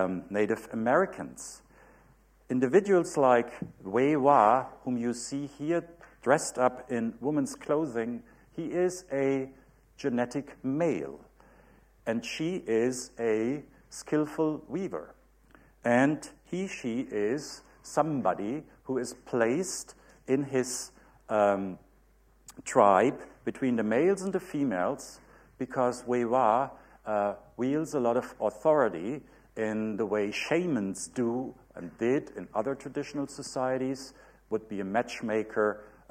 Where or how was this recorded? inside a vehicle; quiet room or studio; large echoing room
large echoing room